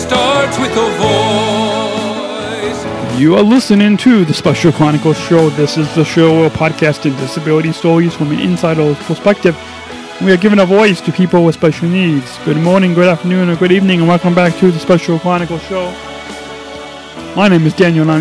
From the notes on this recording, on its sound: LIVE From Solider Field in Chicago. A best of live recap of the kick off for the Special Olympics 50th Anniversary Celebration at Solider Field in Chicago.